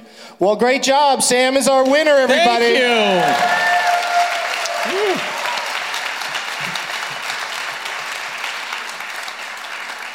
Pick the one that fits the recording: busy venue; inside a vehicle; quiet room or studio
busy venue